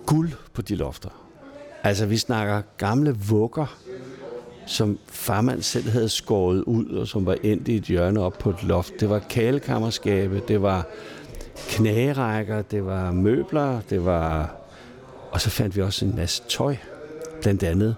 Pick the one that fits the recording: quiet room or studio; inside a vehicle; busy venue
busy venue